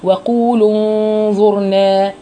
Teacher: ما مدتش فعلا مد طبيعي حركتين